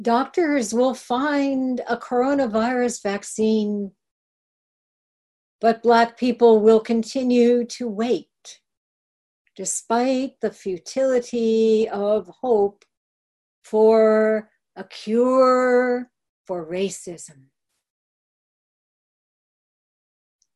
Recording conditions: video call